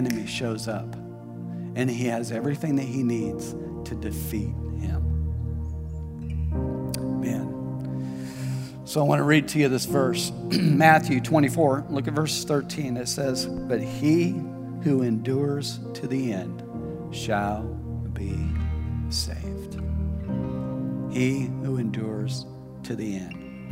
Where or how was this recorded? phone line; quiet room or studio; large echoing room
large echoing room